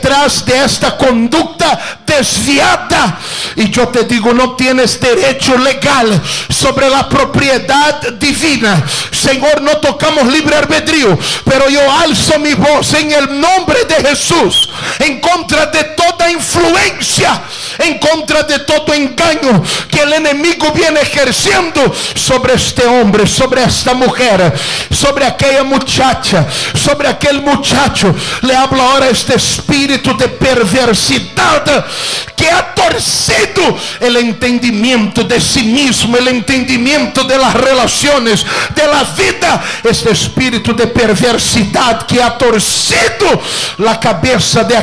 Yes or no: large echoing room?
yes